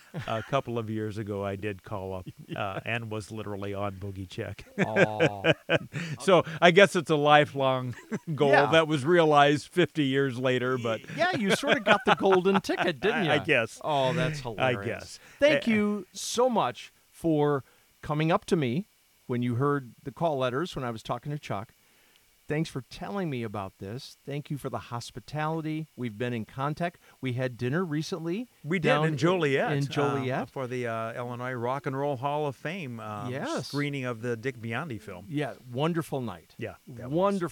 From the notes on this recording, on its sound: on a deck at sunset overlooking a lake in southwest Michigan